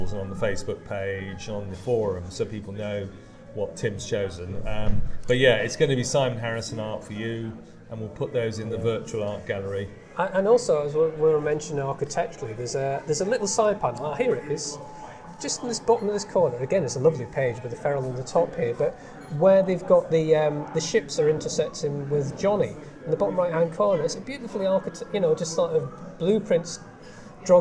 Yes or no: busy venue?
yes